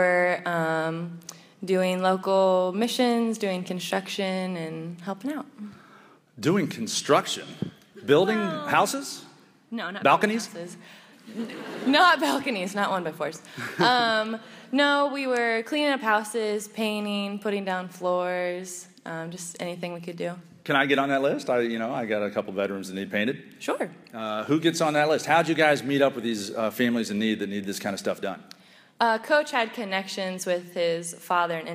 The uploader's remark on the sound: This show begins with a live audience at Huntington University